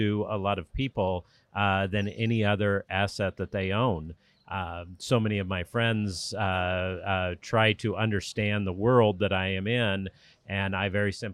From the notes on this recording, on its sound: In this interview we come to you live from the Sanctuary Cove Boat Show on the Gold Coast, May 2022. In this interview we come to you live from the Sanctuary Cove Boat Show on the Gold Coast, May 2022 .